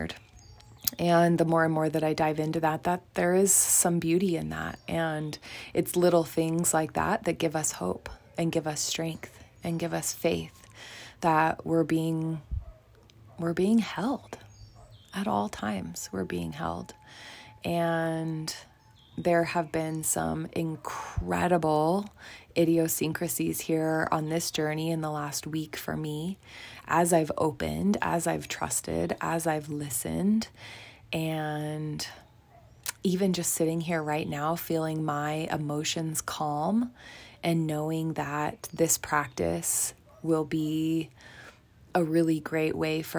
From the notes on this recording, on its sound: From the forest of Lake Atitlan, Guatemala, I decided it was time to hit record and get this pod party started!